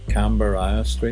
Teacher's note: Only Belfast people pronounce it with four syllables instead of two.